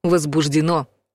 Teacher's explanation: Правильное ударение в слове падает на последний слог.